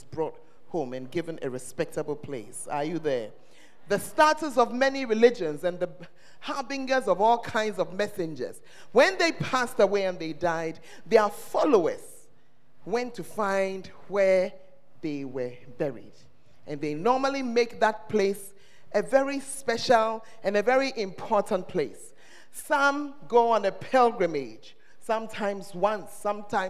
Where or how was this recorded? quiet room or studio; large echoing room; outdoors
large echoing room